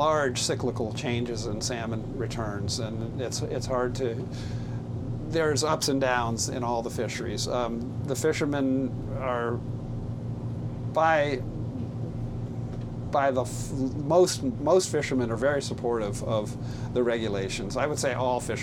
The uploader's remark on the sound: An episode recorded on board a 90’ wooden fishing vessel off the coast of Sitka, Alaska. A beautiful morning in the harbor and open water off the coast of Southeast Alaska.